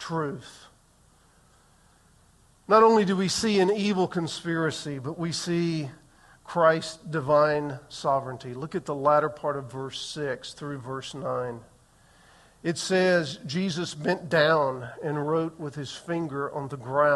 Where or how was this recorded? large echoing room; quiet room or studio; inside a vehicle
large echoing room